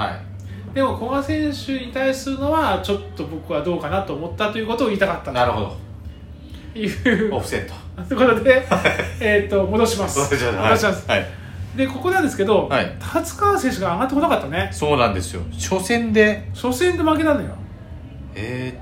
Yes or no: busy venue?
yes